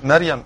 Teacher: البعض برضك بيرقق حرف الراء ترقيق واضح · Term: ترقيق حرف الراء